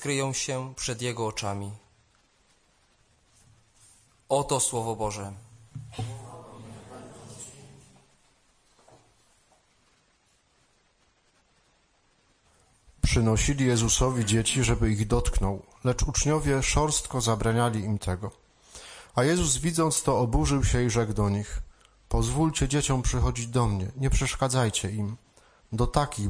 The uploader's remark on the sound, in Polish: Nagrania z rekolekcji i spotkań odbywających się w DA Resurrexit w Opolu.